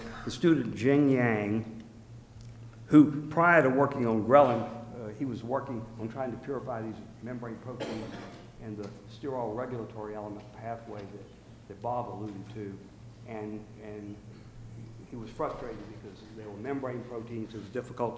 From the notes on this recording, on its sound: One of a series of lectures from The Yale School of Medicine Bicentennial Symposium, “Biomedicine in the New Century,”.